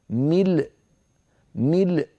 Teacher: فينطق اللام وبعد نطق اللام يقفل الوترين الصوتيين فتخرج الهمزة الساكنة